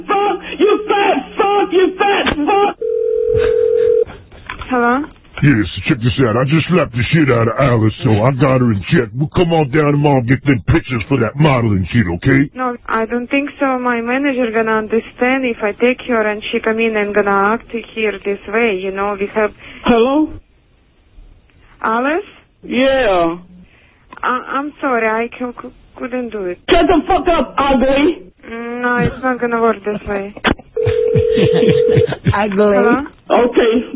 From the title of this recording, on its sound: Prank Phone Calls Collection: 58 Crank Calls